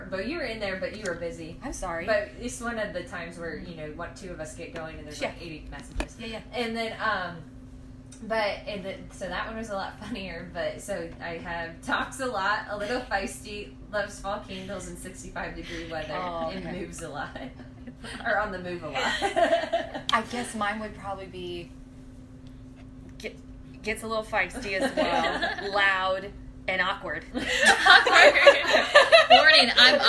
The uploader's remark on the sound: We were having a few audio difficulties, please hang in there as we are self-taught and growing into our roles.